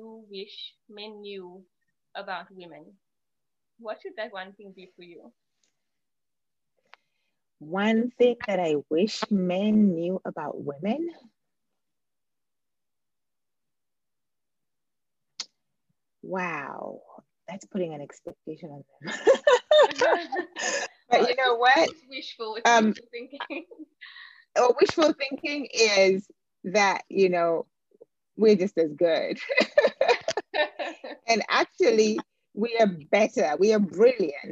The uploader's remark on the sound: Apologies for the soft audio.